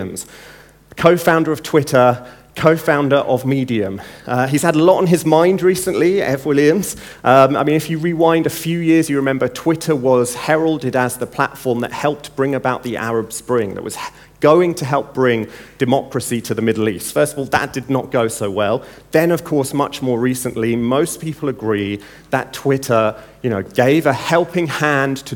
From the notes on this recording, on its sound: In the opening keynote at NEXT17.